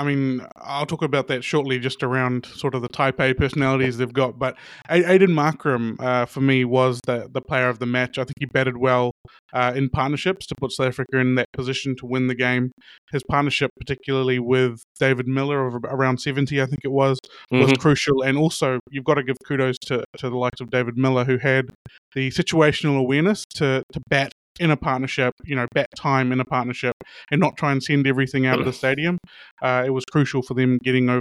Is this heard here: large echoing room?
no